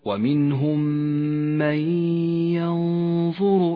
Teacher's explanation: تدغم النون بالياء فتسقط النون من اللفظ ولذلك هي رمادية اللون في مصحف التجويد ونقف بغنة زمنها حركتان · Term: الإدغام بغنة